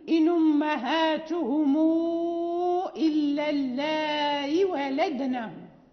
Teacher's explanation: وأما ورش فعنده تسهيل الهمزة، إن أمهاتهم إلا اللائي ولدنهم، يعني فيقرأ بتسهيل الهمزة، والهمز إذا تغير فالقاعدة أنه يجوز فيه المد والقصر، يعني يجوز الاعتداد بالتسهيل أو عدم الاعتداد بالأصل.